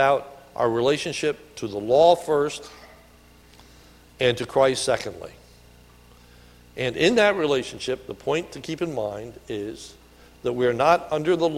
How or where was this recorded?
large echoing room